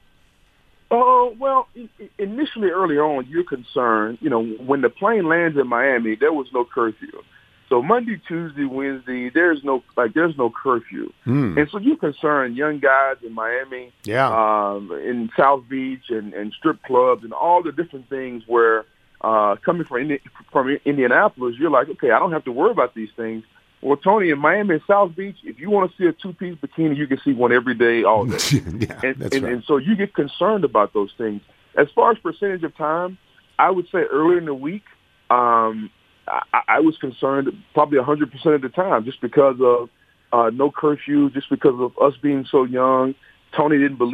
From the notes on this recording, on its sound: Phones. Calls.